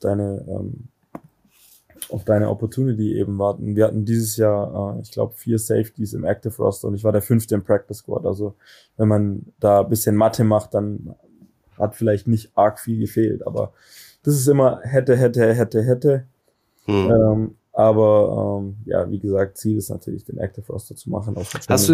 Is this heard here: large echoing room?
no